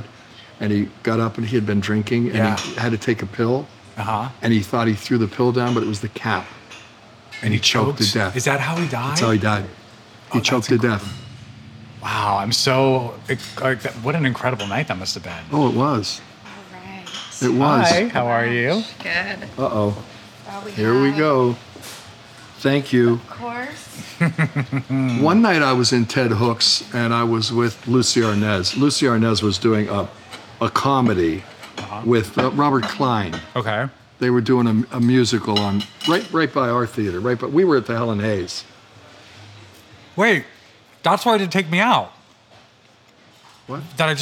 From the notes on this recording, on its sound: Over some fancy sandwiches. This episode was recorded at Lunetta in Santa Monica.